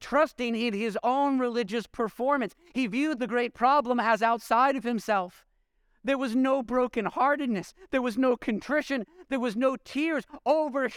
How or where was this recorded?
large echoing room